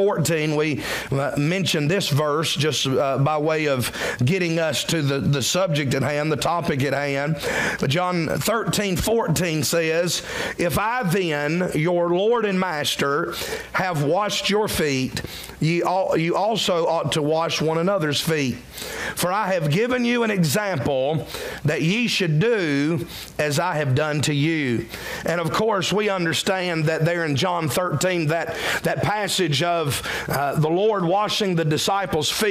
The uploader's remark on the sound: during the 11AM service October 8, 2023